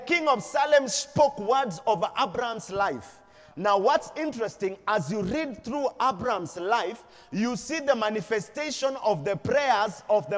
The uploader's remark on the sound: Preached at Deliverance church Eastleigh